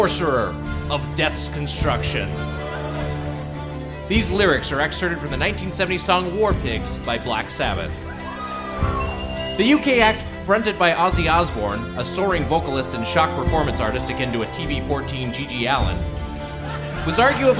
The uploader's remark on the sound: Recorded live at Revolution Hall in Portland, Oregon.